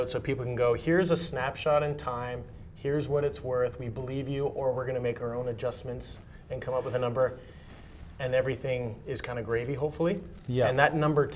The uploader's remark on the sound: at the 121 London Mining Conference